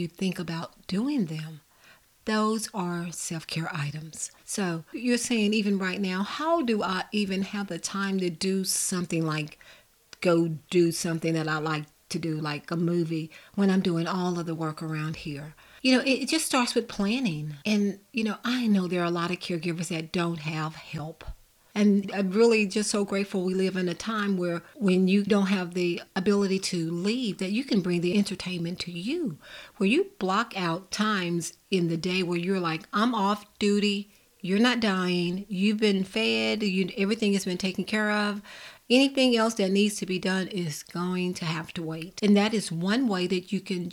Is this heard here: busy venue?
no